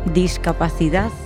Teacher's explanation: Keep an ear out for the accent from Spain, where the C, which usually sounds like an S sound, is pronounced with a th sound. So, discapacidad sounds like discapacidad.